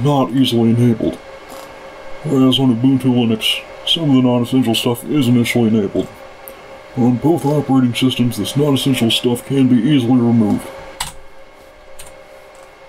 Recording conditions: sounds in the background